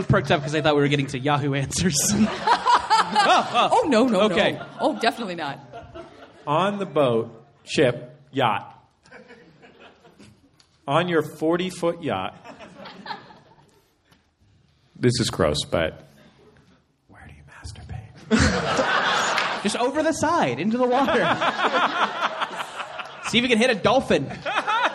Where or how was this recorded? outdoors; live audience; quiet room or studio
live audience